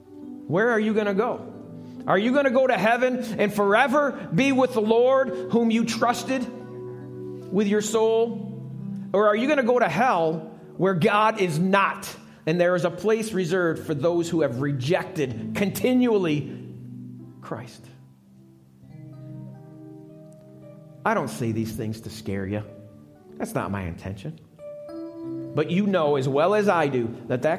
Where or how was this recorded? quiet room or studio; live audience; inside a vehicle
live audience